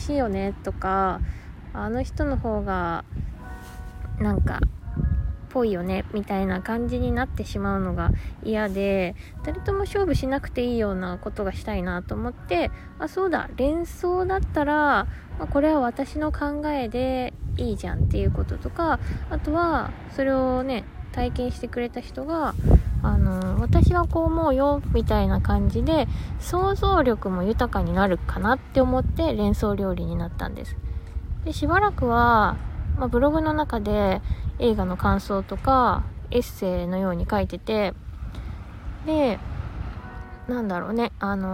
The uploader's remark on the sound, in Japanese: マスクにサングラスで一人語り。怪しさ満載で地元の海岸を散歩がてら収録。海岸の音を聴きながら、どうぞ。波の音。